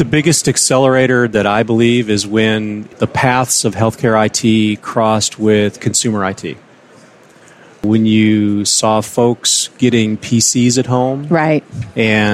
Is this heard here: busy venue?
yes